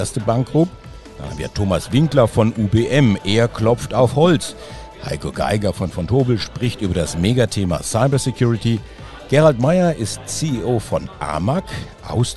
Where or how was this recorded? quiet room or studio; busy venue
busy venue